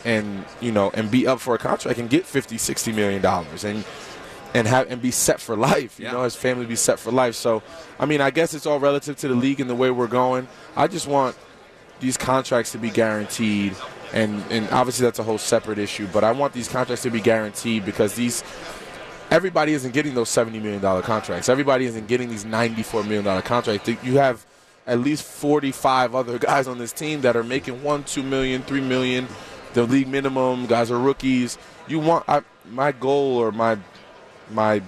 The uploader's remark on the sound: live from Radio Row all week